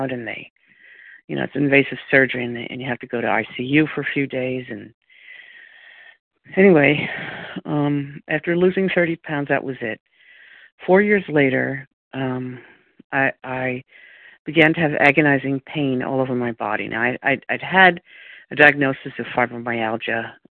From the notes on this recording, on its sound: from the 100 Pounders Phone Meeting on 12/10/20